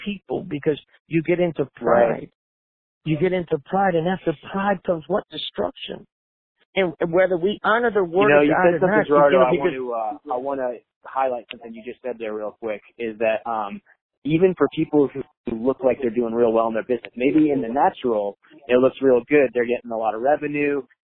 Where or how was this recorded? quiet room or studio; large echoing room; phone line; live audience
phone line